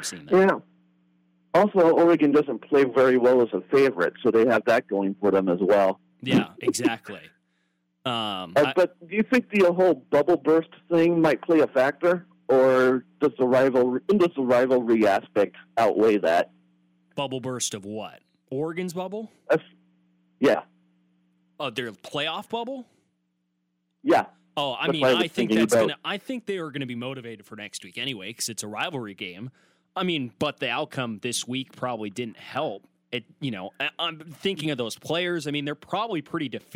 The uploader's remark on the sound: ASU Postgame Call-In Show.